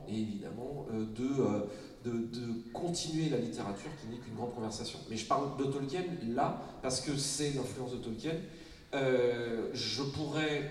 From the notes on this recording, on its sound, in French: voici une captation de la table ronde proposée dans le cadre du festival Etrange Grande 2023